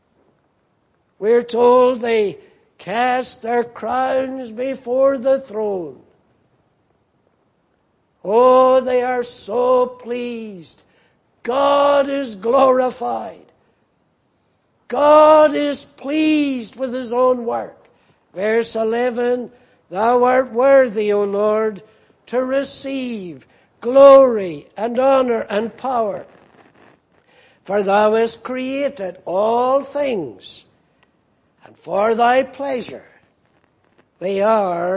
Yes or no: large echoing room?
yes